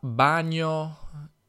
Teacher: Eh, mi sembrava assurdo che la sua pronuncia fosse quella corretta perché sostanzialmente il suo modo di pronunciare questo suono, GN, gn, è praticamente rendendolo doppio si dice geminato, un suono geminato